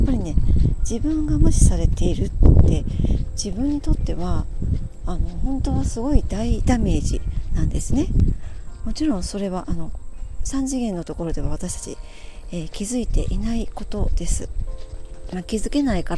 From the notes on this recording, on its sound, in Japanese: 途中風の音など入りお聞き苦しい所があります、すみません。福岡。Stand.fm。